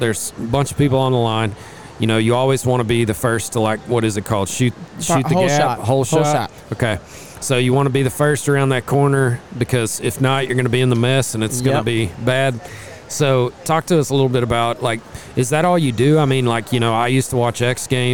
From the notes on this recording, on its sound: Today we are coming to you from the NRG Center at RodeoHouston and we are lucky to be in the Lane Frost Brand booth for today’s episode of the podcast.